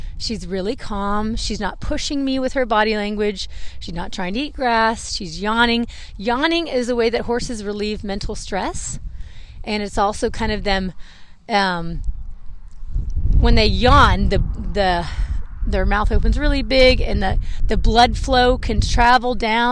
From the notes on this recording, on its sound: First podcast recorded while horse training! This podcast was recorded while training my horse Zelle in the round pen : .